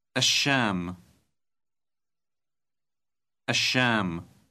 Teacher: the definite article al, which causes the L sound to change to the sh sound.